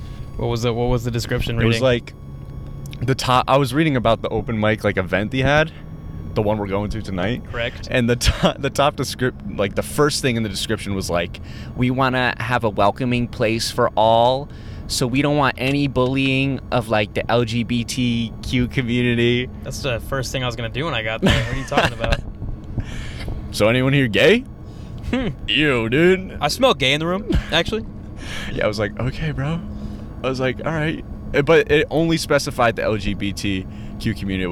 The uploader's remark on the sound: We go to our first open mic. Half we recorded on the way to the mic, and half was recorded on the way back.